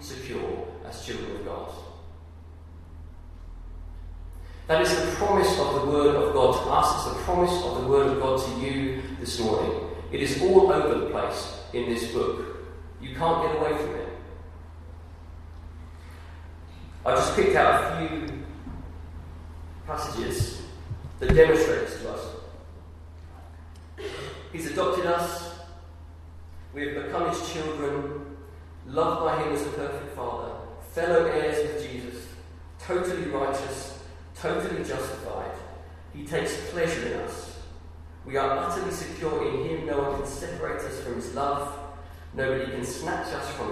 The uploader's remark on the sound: Sorry - The audio quality is poor on this.